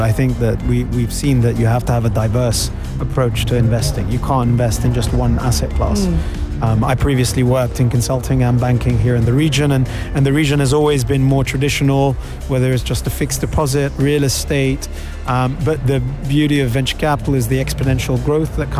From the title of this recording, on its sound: Live from SEF 2024